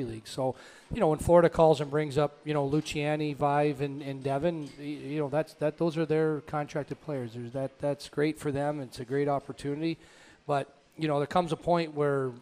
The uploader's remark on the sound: LIVE at Gameworks in Newport on the Levee